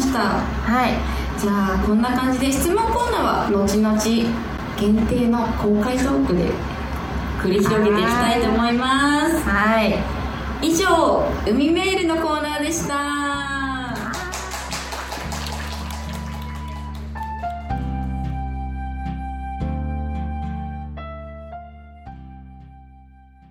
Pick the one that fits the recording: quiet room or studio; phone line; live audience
live audience